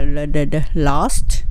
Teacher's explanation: lost の場合はやっぱり L サウンド。歯の裏にベロつけて